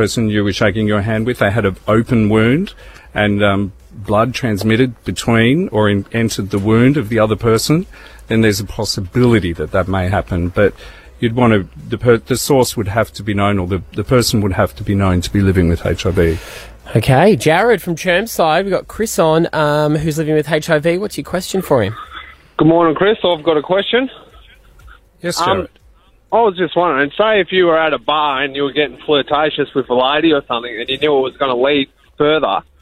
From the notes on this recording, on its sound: opened the phone on any questions you'd like to ask him